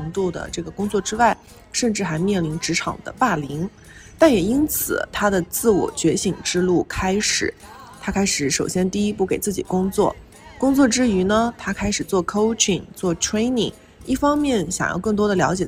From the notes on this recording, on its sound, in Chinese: 本期播客是在巴厘岛乌布的一家cafe录制，录音环境并不理想，且在最后的十分钟下起了倾盆大雨。